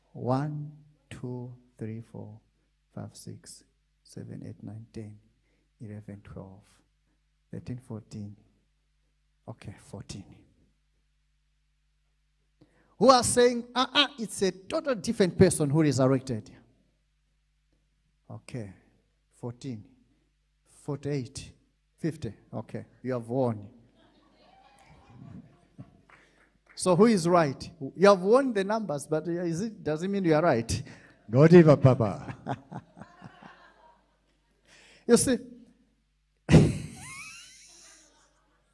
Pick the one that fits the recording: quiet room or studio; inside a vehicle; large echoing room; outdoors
large echoing room